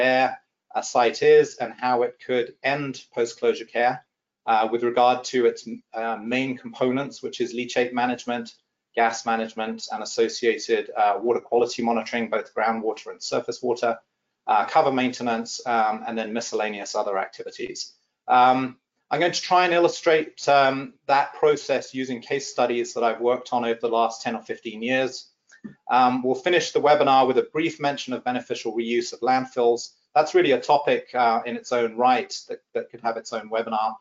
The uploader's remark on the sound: This is an audio version of the FGI webinar.